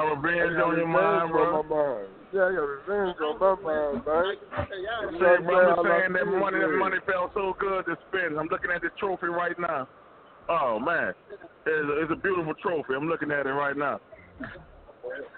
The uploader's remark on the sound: Draft Show at BWW Houston. We Live from Buffalo Wild Wings Houston.